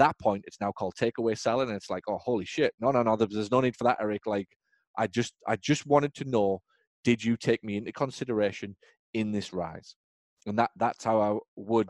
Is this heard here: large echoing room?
no